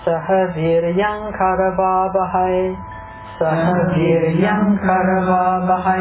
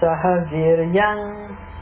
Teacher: One of the places that there's a problem is that the sahaviryam karavavahai. So it should go no pause between the viryam and the karavavahai. · Shown in: first take